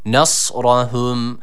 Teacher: sakin olan sat harfimizi keskin olan sin harfiyle karıştırmayalım. Buna öncelikle dikkat ediyoruz.